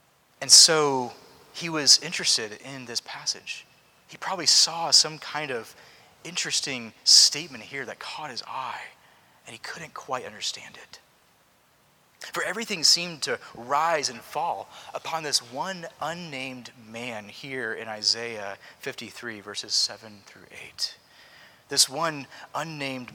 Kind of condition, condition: setting, large echoing room